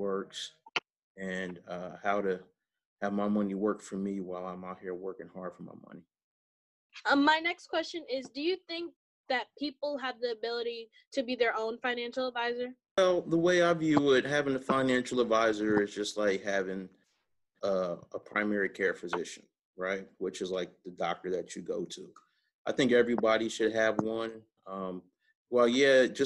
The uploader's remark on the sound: Quarantine Edition. Conduct a zoom call.